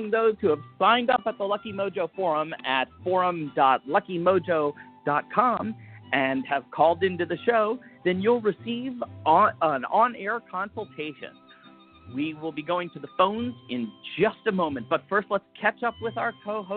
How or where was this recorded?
phone line